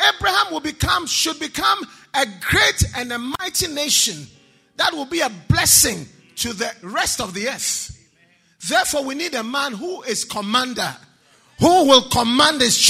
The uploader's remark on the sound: Preached at the UK DaniePaul Conference 2022